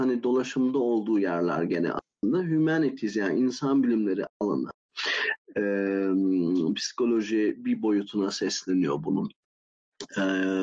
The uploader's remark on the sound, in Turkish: Discord sunucumuzda canlı olarak kaydedilen bu bölümde